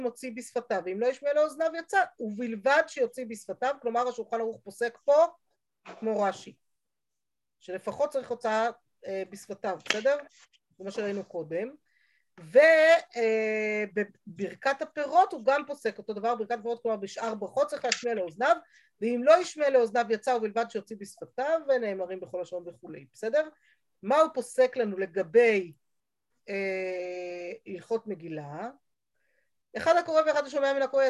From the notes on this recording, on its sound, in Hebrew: השיעור הועבר והוקלט בזום.